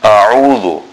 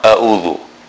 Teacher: The ayn is a letter that is pronounced from the center of the throat, so it must sound like it is being recited from the throat. · Shown in: first take